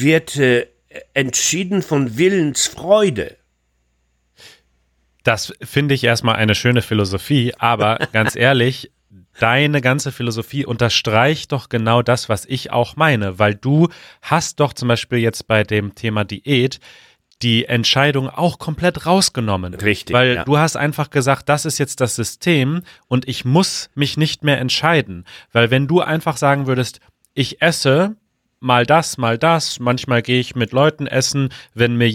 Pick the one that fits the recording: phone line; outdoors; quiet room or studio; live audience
quiet room or studio